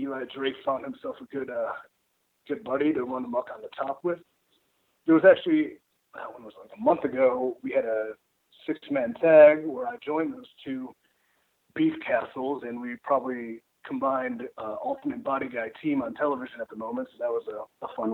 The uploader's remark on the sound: Wrapped their weekly media call not long ago. We just released the full audio from the call.